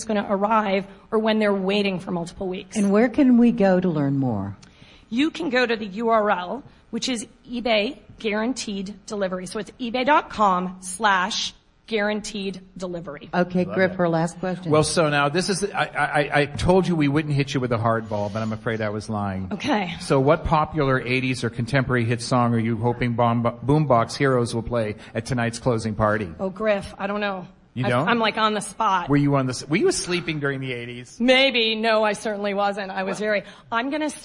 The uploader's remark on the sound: Live from eBay Open 2018 at Mandalay Bay in Las Vegas, NV. Members of our live audience shared their best 1-minute selling tip.